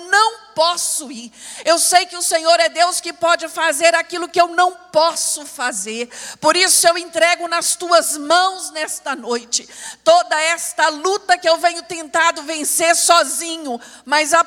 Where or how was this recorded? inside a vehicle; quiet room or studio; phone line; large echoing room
large echoing room